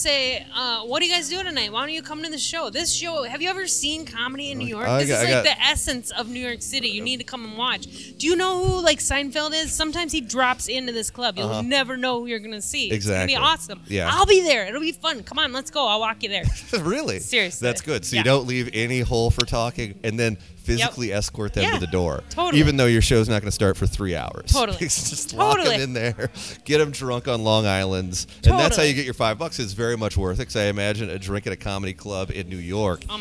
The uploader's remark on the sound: We hide in a corner of Otter's Saloon